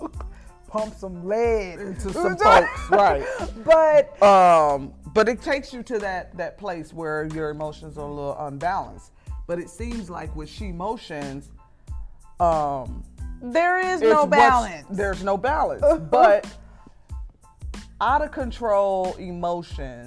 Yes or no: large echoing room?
no